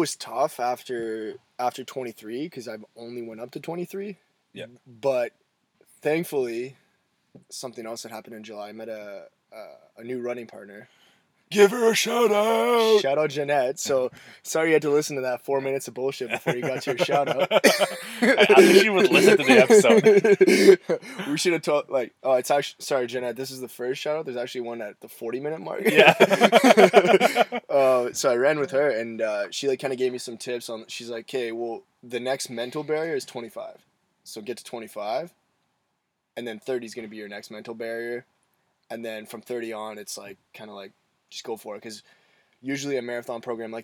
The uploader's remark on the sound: The boys are live from Marten River Provincial Park.